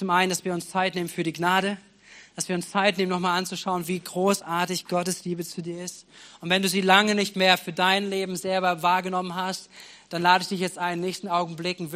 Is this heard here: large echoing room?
yes